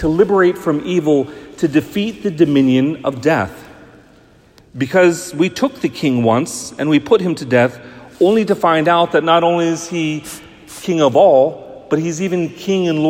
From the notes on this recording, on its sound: Homily preached at the 11am parish liturgy. Leo the Great Catholic Church.